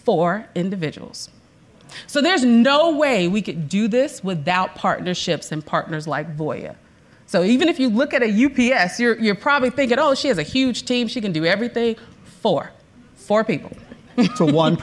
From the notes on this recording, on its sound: During this live event that was hosted at our Chandler office in front of a room full of Voya employees